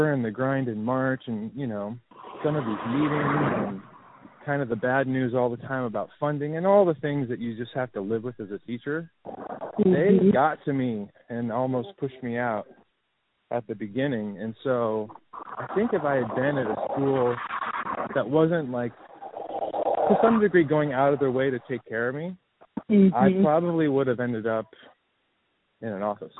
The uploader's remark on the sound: Walk & Talk